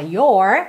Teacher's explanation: no inglês americano a gente fala your, com a língua enrolada